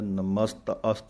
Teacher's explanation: ਤੱਤੇ ਦੇ ਨਾਲ ਸੂਖਮ ਜਾਂ ਐੜੇ ਦੀ ਆਵਾਜ਼ ਵੀ ਆਉਂਦੀ ਹੈ